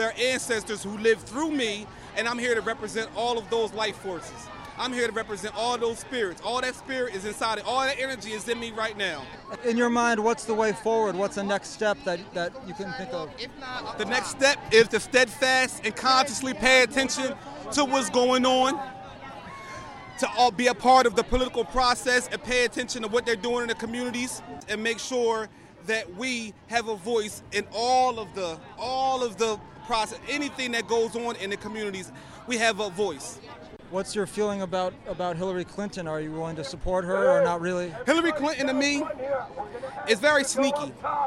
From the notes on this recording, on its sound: Live From the DNC Protests in Philly. My audio piece combines interviews with protesters and activists, sounds of the ...